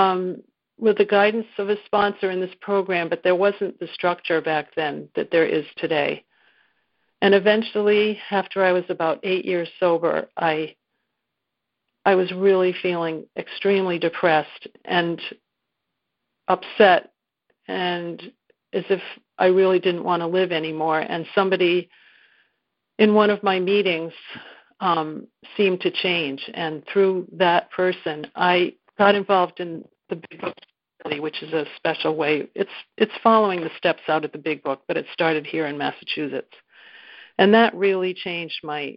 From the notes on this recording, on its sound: 2019 New Years Day Phone Conference